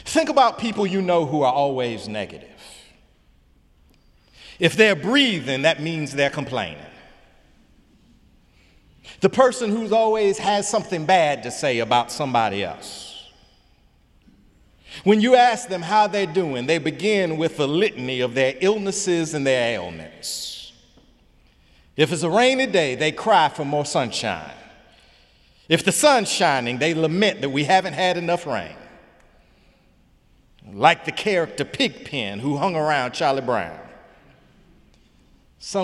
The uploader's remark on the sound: Sunday sermon May 6, 2018 in the Memorial Church of Harvard University